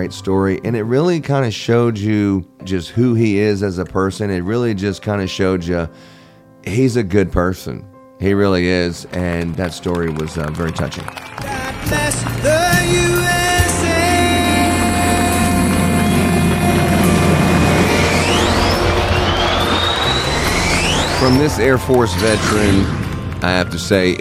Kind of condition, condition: setting, busy venue